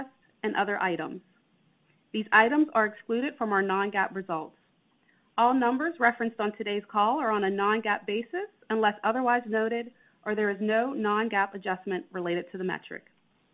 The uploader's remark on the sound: Q3 Fiscal Year 2023 Earnings Conference Call of Starbucks Corporation.